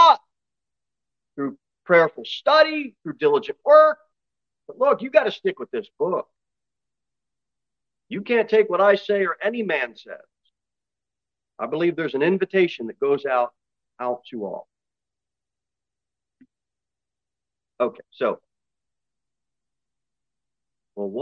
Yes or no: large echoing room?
yes